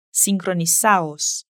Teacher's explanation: sincronizados pierde la D al final